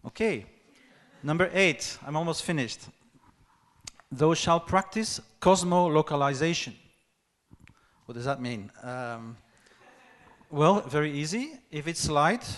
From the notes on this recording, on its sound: Talk with an engaged audience at the UN|COMMONS conference in Berlin. UN|COMMONS was the 15th annual conference of the Berliner Gazette.